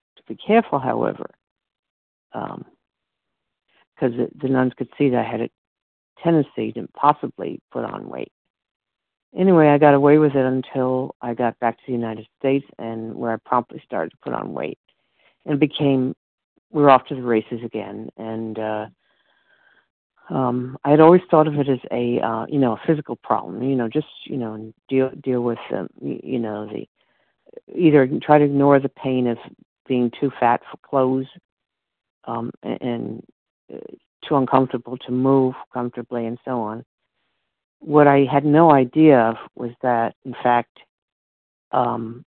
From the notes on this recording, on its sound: from the 100 Pounders Phone Meeting on 12/10/20